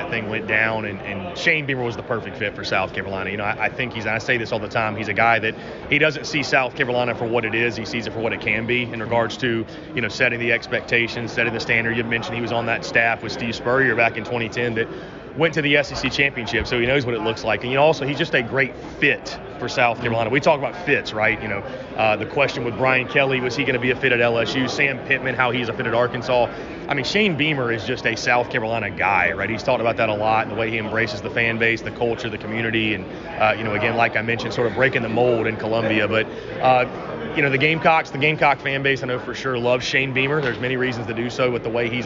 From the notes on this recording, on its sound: LIVE! From SEC Media Days.